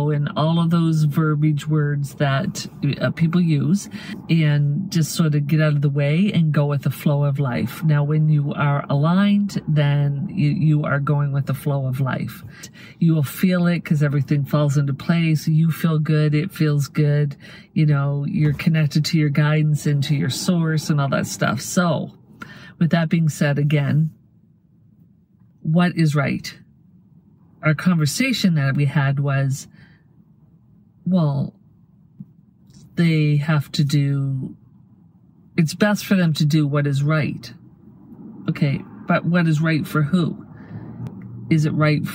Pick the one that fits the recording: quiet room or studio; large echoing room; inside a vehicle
inside a vehicle